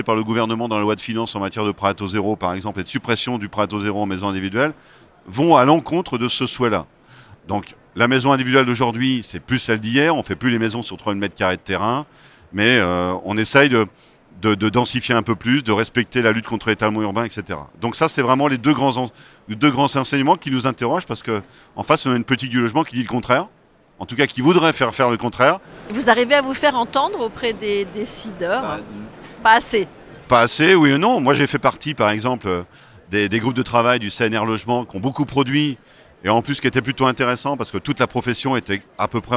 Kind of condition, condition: setting, busy venue